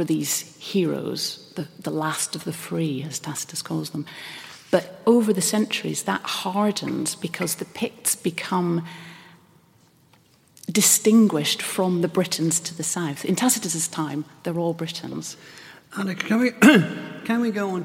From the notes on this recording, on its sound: That discussion takes place in front of a student audience at the University of Glasgow, many of them studying this topic.